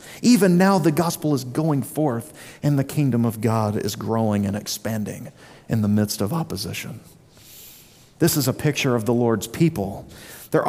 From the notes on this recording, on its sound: Sermon delivered at Immanuel Baptist Church in Springdale, AR on August 27, 2023.